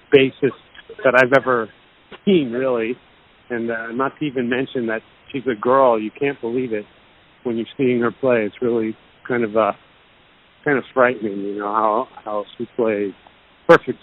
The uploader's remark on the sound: Called in ahead of his Australian Tour.